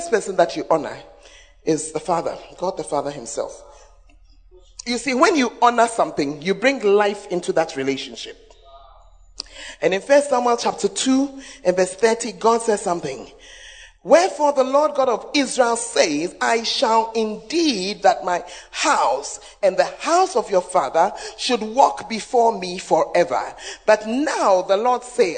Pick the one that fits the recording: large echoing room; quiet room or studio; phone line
large echoing room